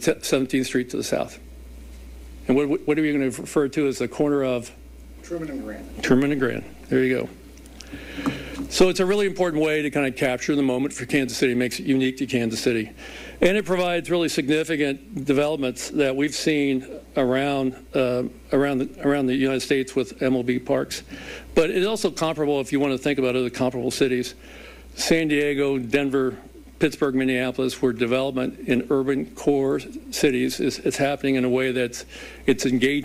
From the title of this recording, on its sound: Royals Press Conference